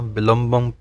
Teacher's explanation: ध्यान रखना है दोवें बब्बियां दी आवाज़ आवे पोले भब्बा ना लग जावे अखीर दे विच